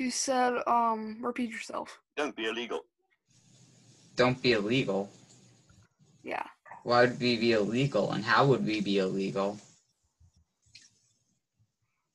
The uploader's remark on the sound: Here's a glimpse inside another Business Meeting over ZOOM.